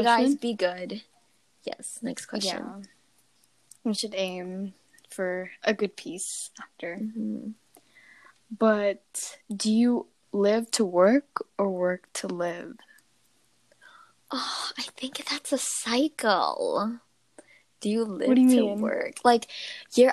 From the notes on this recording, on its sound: Just ignore us accidentally the fanning on the mics.